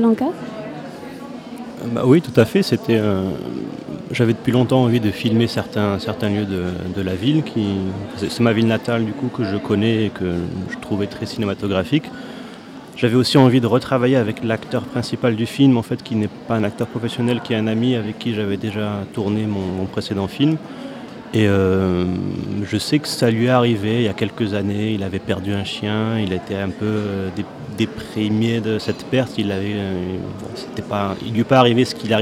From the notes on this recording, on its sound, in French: Toute cette semaine, nous plantons nos micros dans le hall du Centre des Congrès pour suivre au plus près le festival Premiers Plans. Radio Campus Angers.